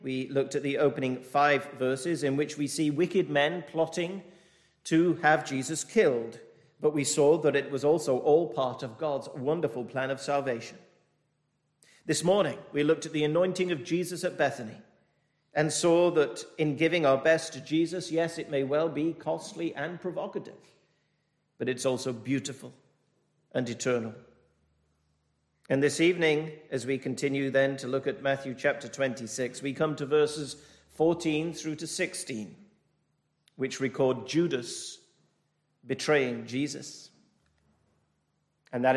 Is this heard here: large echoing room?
yes